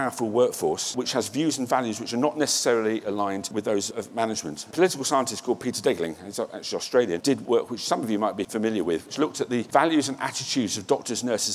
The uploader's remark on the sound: The inaugural John Deeble Lecture was presented at Parliament House on the 18th of October 2019 by the Australian Healthcare and Hospitals Association.